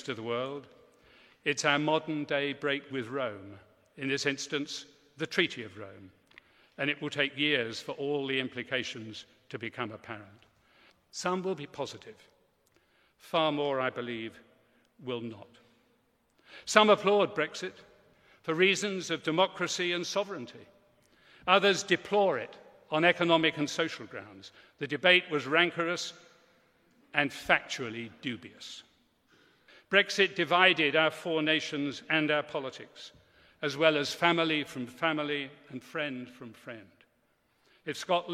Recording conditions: large echoing room